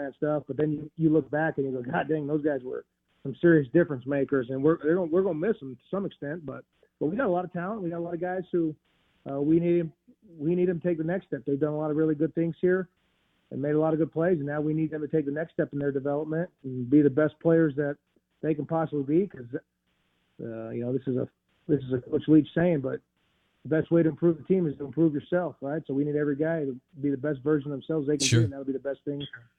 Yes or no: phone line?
yes